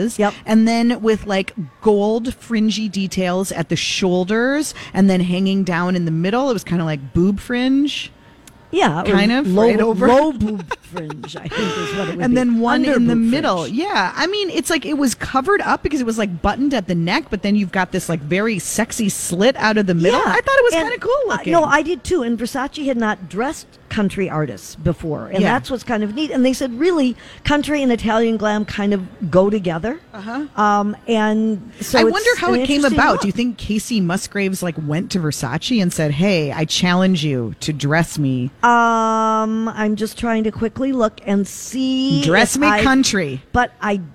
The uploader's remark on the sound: Live at the Galleria for Small Business Saturday!